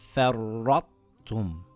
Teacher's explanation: It doesn't have a shadda. This is partial idgham, so you still pronounce the ta, but when you do qalqala on the ta, as you know the voice echoes in the qalqala, the echo part on the second part of the qalqala, you pronounce the ta.